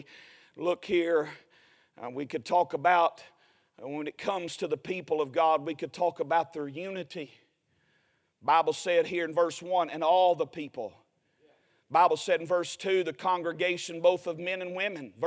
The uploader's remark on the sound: A sermon preached Sunday Morning during our Spring Jubilee, on March 26, 2023.